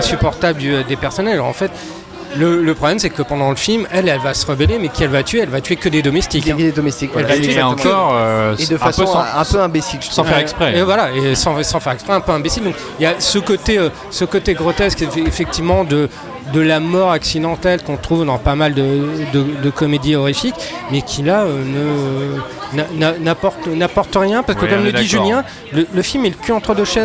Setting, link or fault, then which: setting, busy venue